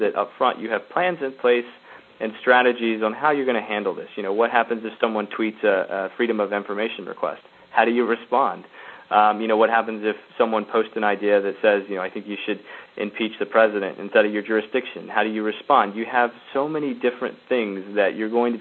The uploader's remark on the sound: The Open Gov conference call series